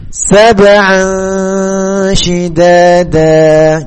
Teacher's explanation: dengung ini itu tengah lidahnya itu didekatkan dengan makhrajnya syin.